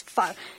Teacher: if you're Hmong, it's pho, which is a lot more stern and a little more staccato stop